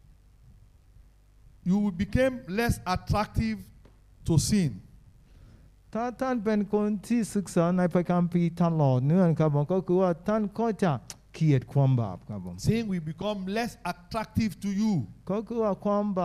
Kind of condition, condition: setting, live audience